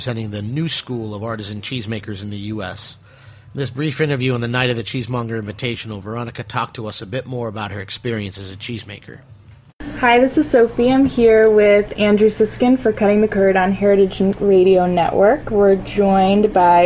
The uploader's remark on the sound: Were at the event and recorded some great interviews that they are sharing with listeners today. Re-live the 2014 Cheesemonger Invitational.